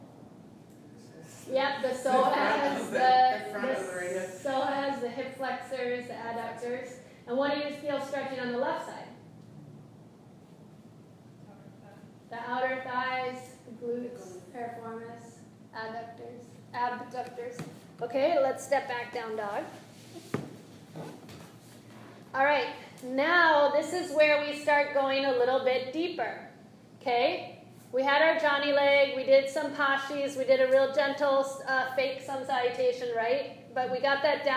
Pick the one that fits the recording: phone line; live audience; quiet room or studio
live audience